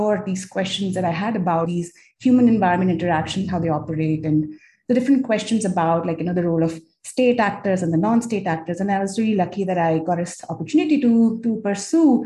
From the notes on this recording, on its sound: I’ve had a chance to virtually sit down with two of the interdisciplinary scientists